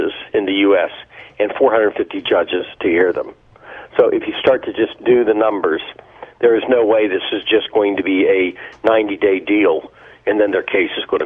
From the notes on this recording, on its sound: The listeners call in with their votes of Trump's worst offenses.